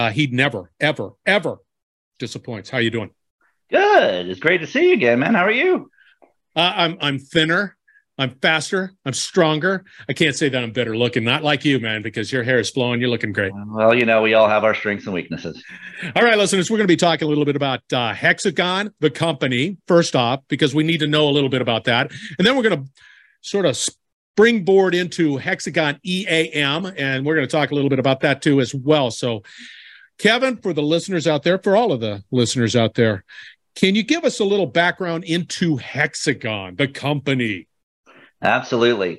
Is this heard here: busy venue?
no